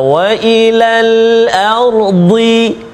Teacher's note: Tepi lidah Kena atau menyentuh Pada gigi geraham Sama ada sebelah kiri Atau sebelah kanan